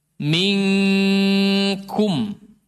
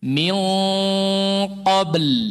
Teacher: Ikhfa kepada huruf kaf dan qaf. Ang bunyinya. Tapi bedanya tebal sama tipis. Kalau kaf dia tipis.